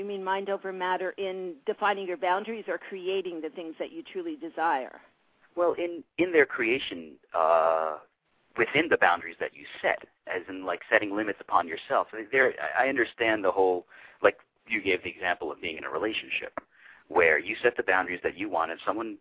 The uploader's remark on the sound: live call-in radio talk show